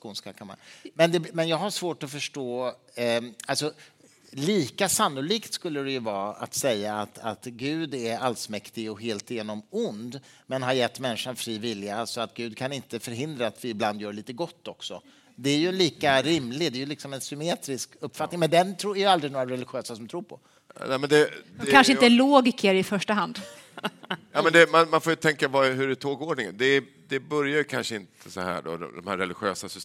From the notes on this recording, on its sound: Live talkshow. Cirkus.